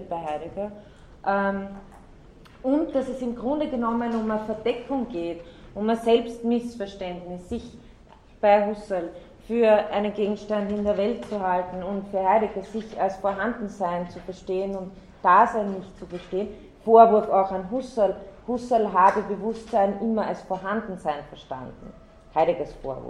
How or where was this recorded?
large echoing room